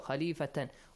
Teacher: whatever it has on the top it will be changed to سكون and the ta marbuta itself will be changed to ha